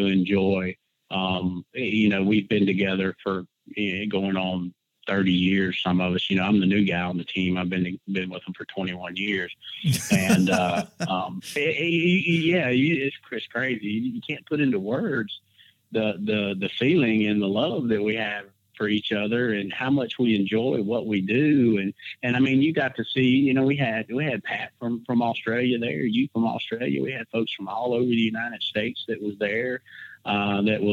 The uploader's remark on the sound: we found another time to record over the phone